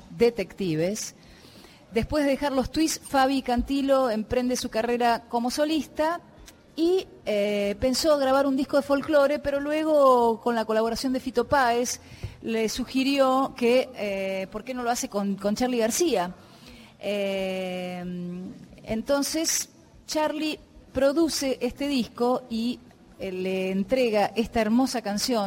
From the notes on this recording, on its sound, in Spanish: Transmisión especial en vivo de Nacional Rock desde el Palais de Glace en Buenos Aires.